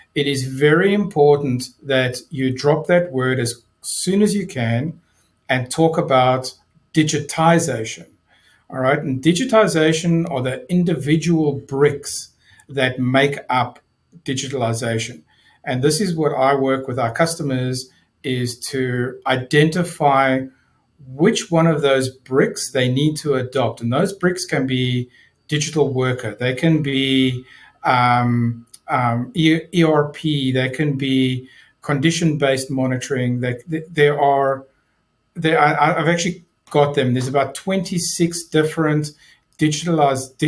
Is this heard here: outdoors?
no